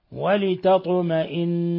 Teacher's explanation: ثم طاء ساكنة ولتطمئن تقلقل ولتطمئن قلوبكم به، ثم نون مشددة تغن مقدار حركتين